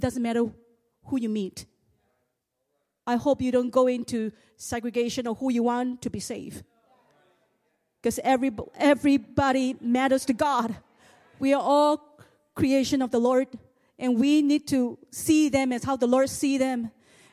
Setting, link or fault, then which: setting, large echoing room